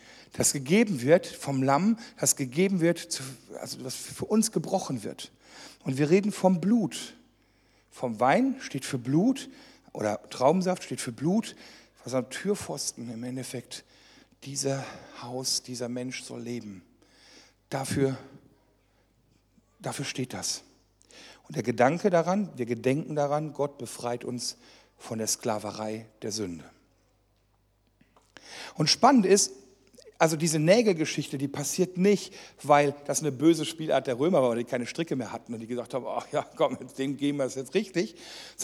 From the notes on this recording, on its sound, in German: die während einer Jugendmitarbeiterschulung aufgezeichnet wurde